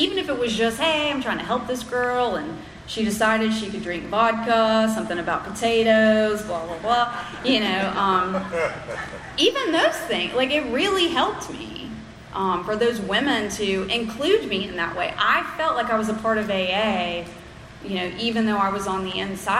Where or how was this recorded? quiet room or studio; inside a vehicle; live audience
live audience